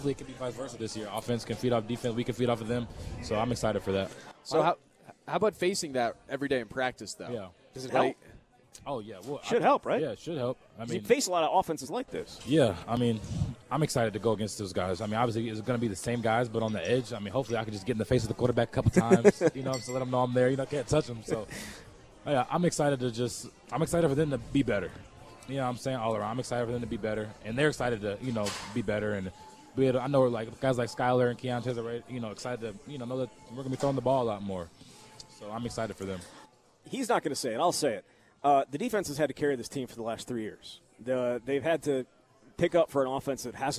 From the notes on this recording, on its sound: live from Monk's in Sun Prairie